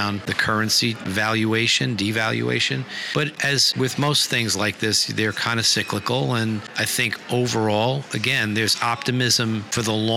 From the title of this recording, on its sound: Live From Travel Week